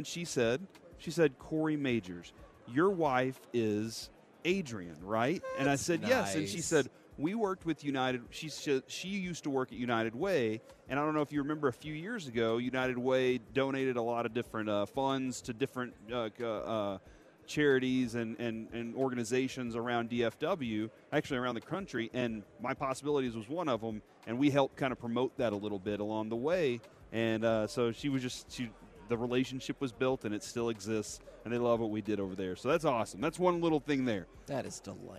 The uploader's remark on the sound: 1pm hour of The K&C Masterpiece LIVE from Radio Row in Las Vegas!